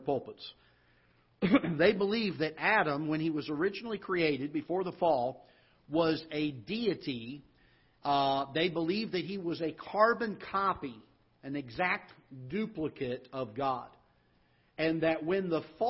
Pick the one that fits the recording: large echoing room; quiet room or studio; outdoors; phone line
large echoing room